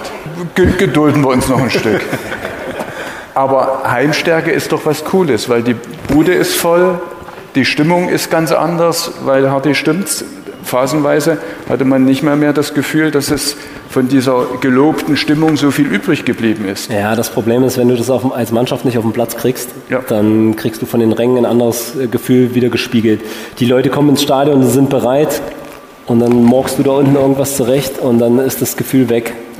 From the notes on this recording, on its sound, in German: Der Live-Talk aus dem Alten Schlachthof Die dritte Live-Ausgabe unseres Dynamo-Podcasts "Schwarz-Gelb" bot einen Abend voller Einblicke und spannender Gespräche.